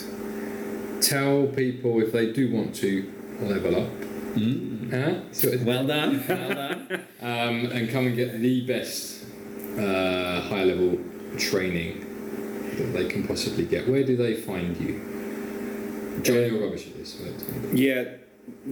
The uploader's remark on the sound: On the day that we recorded this it was about 33 degrees in Le Châble and we had a fan on in the background so that is what the background white noise is.